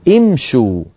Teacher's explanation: هذه الضمة التي على الشين ليست ضمة أصلية، إنما ضمت الشين بسبب مجانسة الواو بعدها، واو الجماعة.